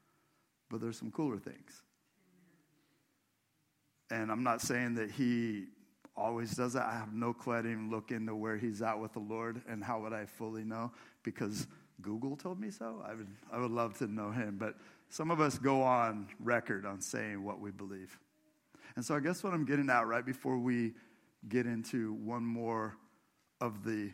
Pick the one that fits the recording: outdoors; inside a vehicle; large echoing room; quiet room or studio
large echoing room